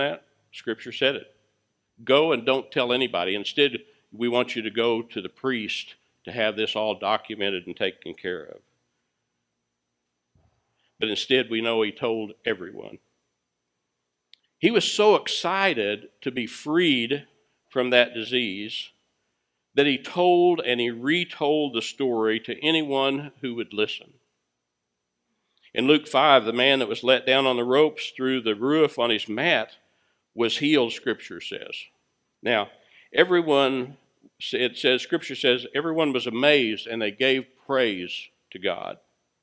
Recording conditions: large echoing room